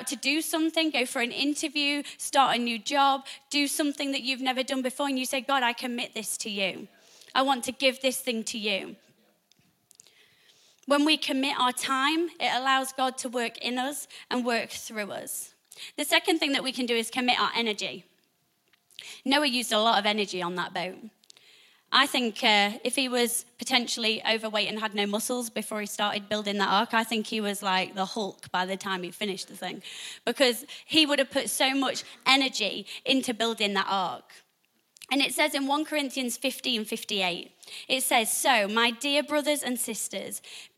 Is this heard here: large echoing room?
yes